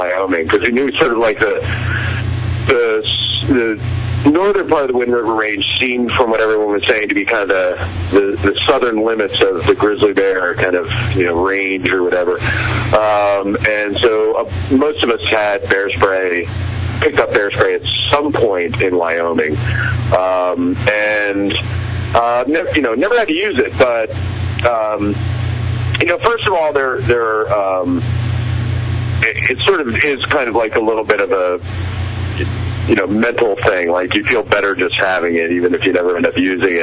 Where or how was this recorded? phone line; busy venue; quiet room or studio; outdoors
phone line